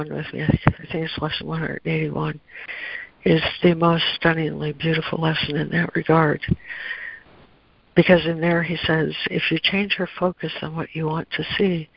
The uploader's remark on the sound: ACIM Daily Conference Call.